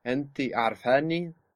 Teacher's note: a sounding a little bit more like a e when it takes the stress there and becomes a little bit longer